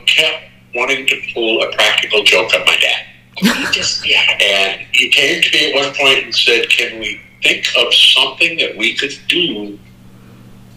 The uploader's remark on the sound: The episode was recorded via phone. Which contributes to the sound quality variances.